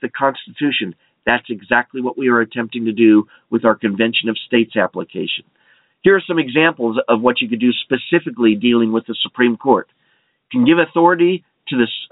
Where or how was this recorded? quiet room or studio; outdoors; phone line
phone line